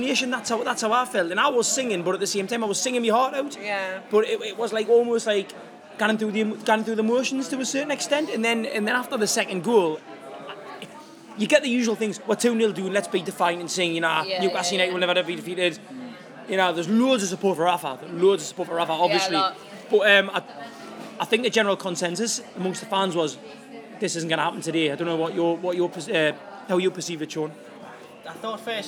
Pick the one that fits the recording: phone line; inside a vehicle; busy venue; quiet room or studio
busy venue